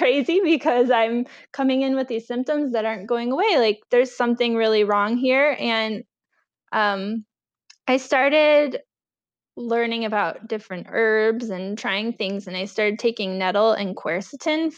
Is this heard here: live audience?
no